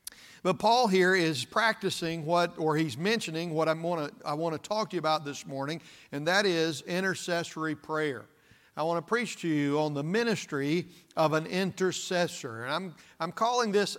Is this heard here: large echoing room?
yes